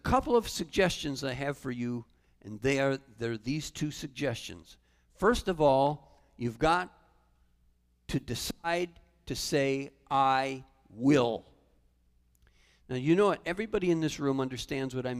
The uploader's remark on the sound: Calvary Assembly of God live Stream